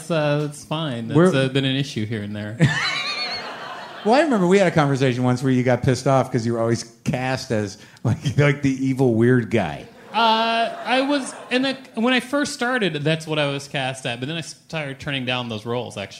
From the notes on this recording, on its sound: Live From Montreal. Recorded at the Montreal Just for Laughs Comedy Festival.